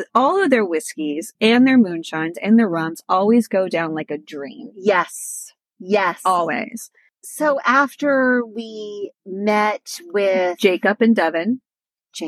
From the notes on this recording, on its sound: back in the car